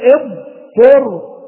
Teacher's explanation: بإخراج الضاد من مخرجها بأن تضع حافة لسانك مع الأضراس العليا فتقول اضطر، ثم بعد الانتهاء من الضاد تدخل على الصاء اضطر وهكذا.